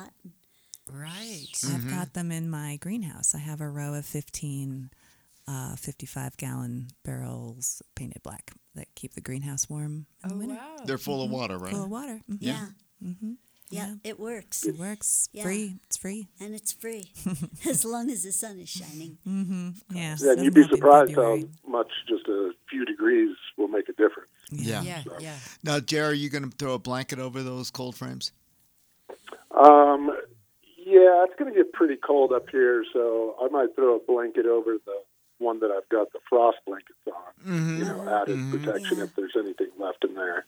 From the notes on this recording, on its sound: KVNF's weekly call in gardening show.